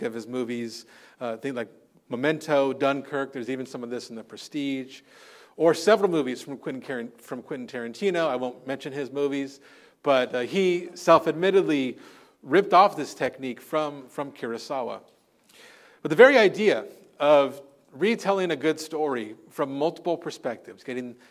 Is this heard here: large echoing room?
yes